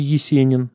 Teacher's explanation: А осень могла прикрываться протезой, так называемой, согласным йод.